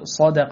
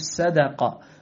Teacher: فالذي يقرأ الصاد دون استعلاء وإطباق يقرأه سينا · Shown in: second take · فيقول مثلا صادق يقول صدق، وهذا لحن جلي لأنه أخرج الحرف